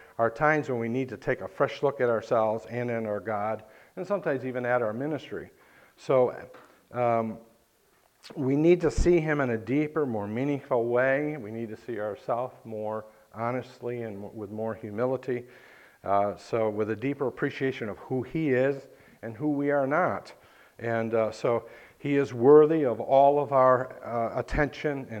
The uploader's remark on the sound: this message preached at Lighthouse Baptist Church in Schenectady, New York